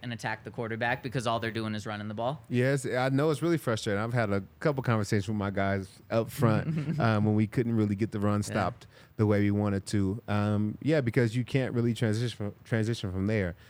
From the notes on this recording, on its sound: coming to you LIVE from the DNVR Bar